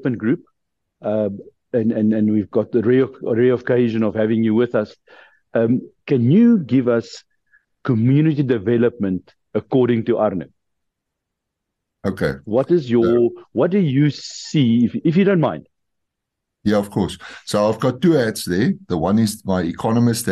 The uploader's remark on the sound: The Transformation Table Zoom Meeting 31 August 2023